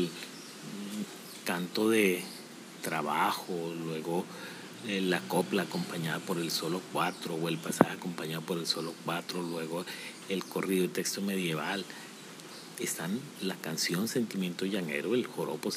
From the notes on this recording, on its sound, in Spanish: Grabado en campo y narrado por un vaquero y gestor cultural de la región.